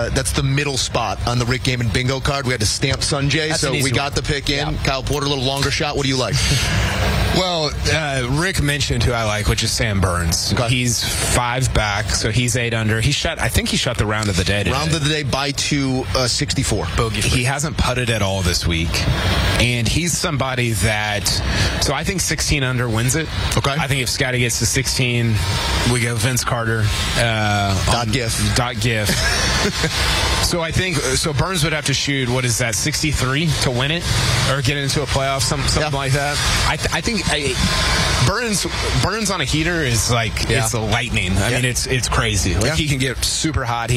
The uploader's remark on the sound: live from the WM Phoenix Open